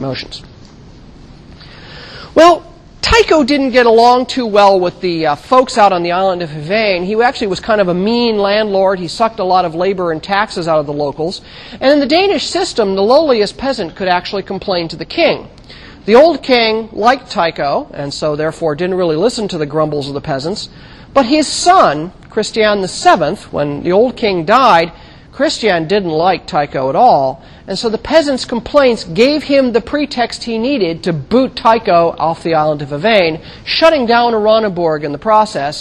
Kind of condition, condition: setting, large echoing room